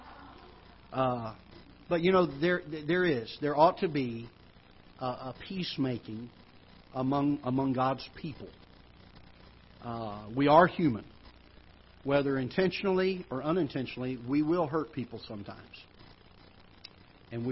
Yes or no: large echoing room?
yes